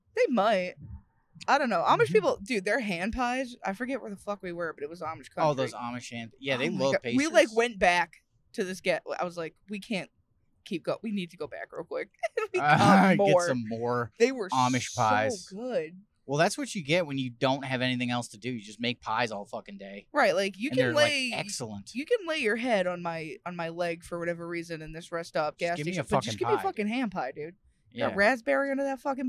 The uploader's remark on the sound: We are STILL driving home from Canada this week, and if we didn't hate upstate NY before, we certainly do now!